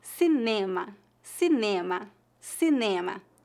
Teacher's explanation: a principal diferença seria a sílaba tônica, que é a penúltima